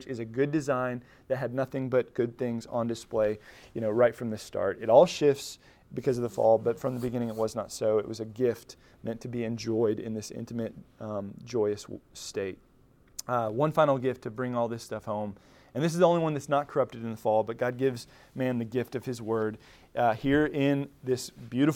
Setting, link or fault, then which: setting, large echoing room